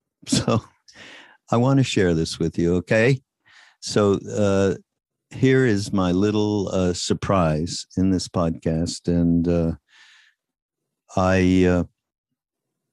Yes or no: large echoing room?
no